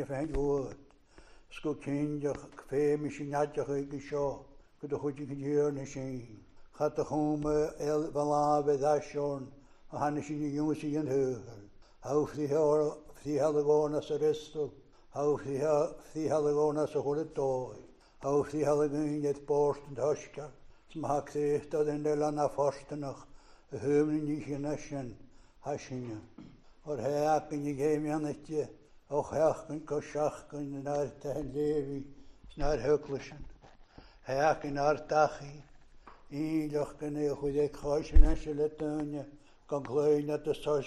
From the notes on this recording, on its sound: recorded at North Harris Free Church on Sunday Evening 15th August 2021